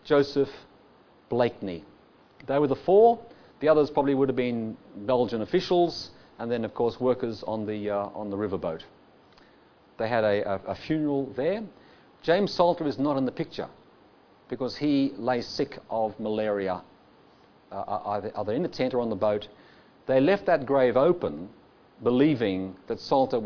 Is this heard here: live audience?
yes